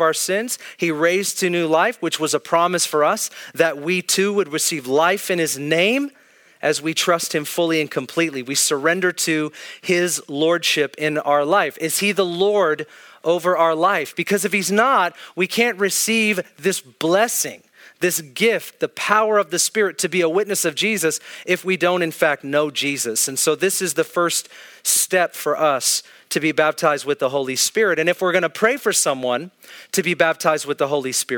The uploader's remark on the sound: This is an Ignite Gathering at Northwest Foursquare Church in Federal Way, Washington.